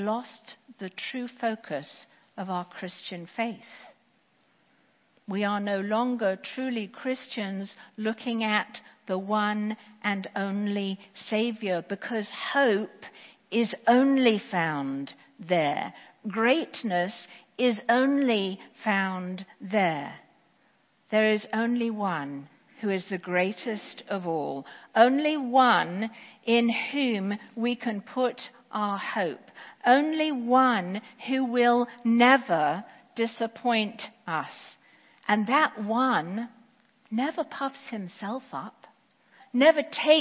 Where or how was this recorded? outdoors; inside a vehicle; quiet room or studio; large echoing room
large echoing room